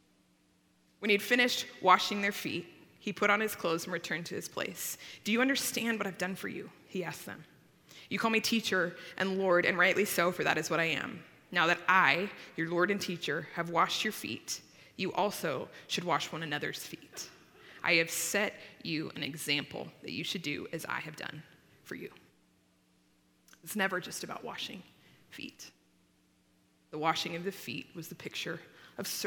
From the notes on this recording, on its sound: At Timberline Church. Live.